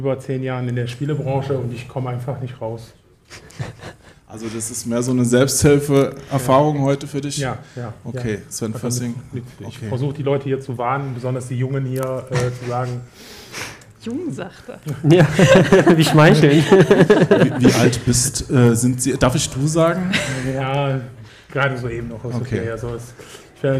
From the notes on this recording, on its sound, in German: Aufgezeichnet haben wir die Folge als Livestream auf dem Indie Game Fest in Köln. Mit dabei sind ein Besucher, einer der Veranstalter und eine Entwicklerin.